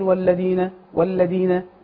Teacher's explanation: فيبدل الذال حتى ما بيطلعش لسانه فيبدل الذال دال. والذال أصلاً رخوة.